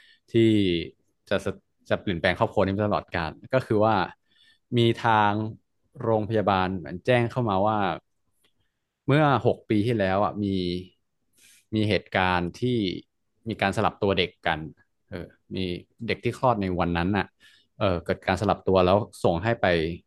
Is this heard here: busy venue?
no